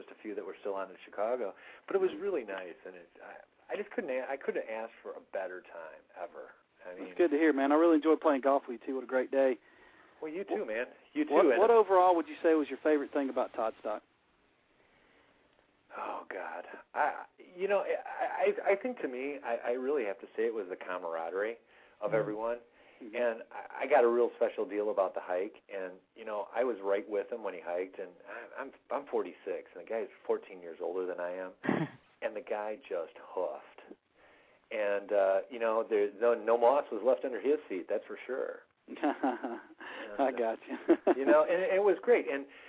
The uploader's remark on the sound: fans call